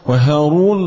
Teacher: الراء المفخمة اللي طبعا مضموم حرف الراء مضموم هارون الملك هاروت وماروت هاروت هاروت هاروت ماروت نعم فاستكبروا وكانوا